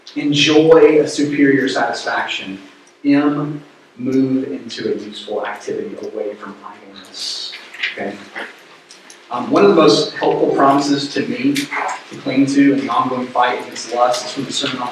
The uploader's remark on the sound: Due to some technical issues, the sermon audio was not properly recorded. We apologize for the poor audio quality.